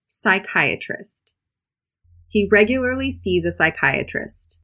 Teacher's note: So normally when you see a P and an S followed by a Y in English, that's going to be pronounced as an S only. So there will be a silent P at the beginning.